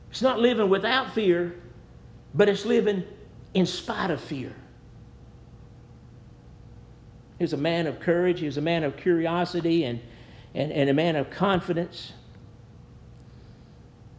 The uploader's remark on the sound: Preached at New Hope Baptist Church